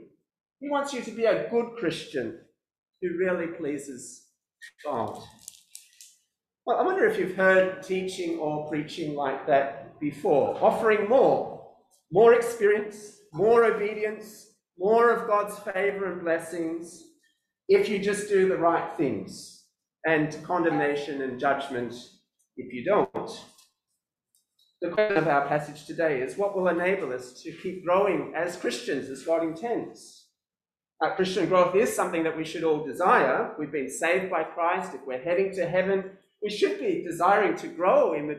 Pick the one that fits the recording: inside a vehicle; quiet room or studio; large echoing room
large echoing room